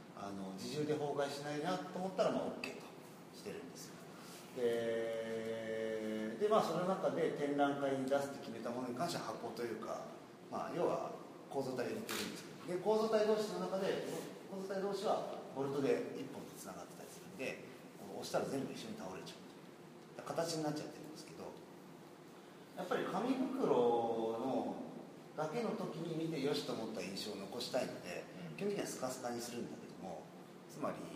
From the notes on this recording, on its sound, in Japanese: 会場：金沢美術工芸大学 展示室。OUTBOUNDー彫刻シンポジウム外伝 のトークイベントの録音です。